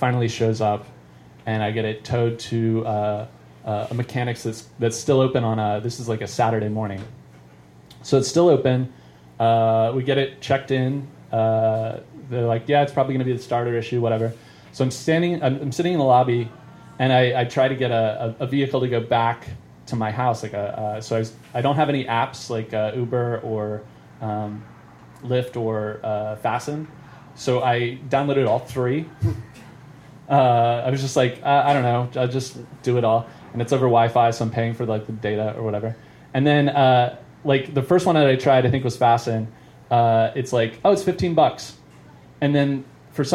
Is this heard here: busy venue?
yes